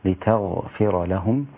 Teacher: لتغفر لهم الغين ليست مقلقلة